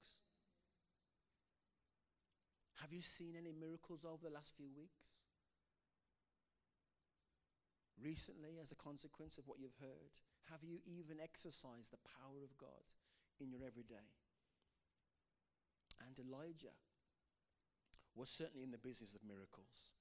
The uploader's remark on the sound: Passion of the Caves (quiet audio). Note - audio levels are quiet.